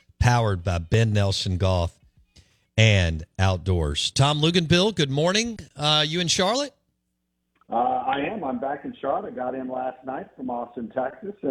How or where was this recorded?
phone line